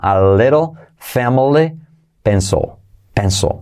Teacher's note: La L es súper suave al final, mucho más que al principio.